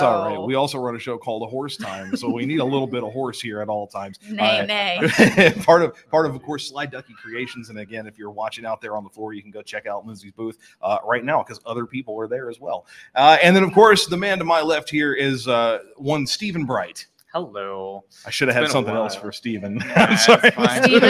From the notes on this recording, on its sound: LIVE From Comic Con! PZ85 was honored to be invited to Cape Comic Con.